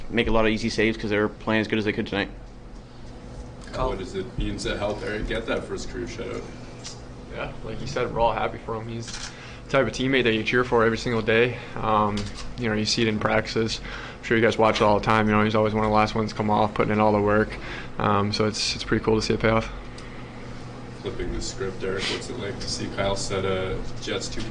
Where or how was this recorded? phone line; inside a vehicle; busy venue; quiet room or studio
busy venue